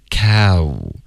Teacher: 一定要就是开头 ca,嘴巴张开，然后再嘟嘴 cow